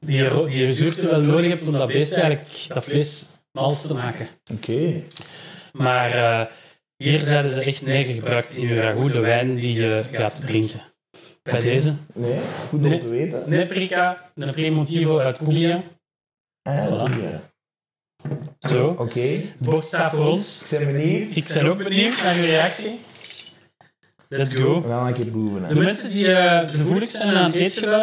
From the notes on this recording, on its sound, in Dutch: Er liep iets fout met de opname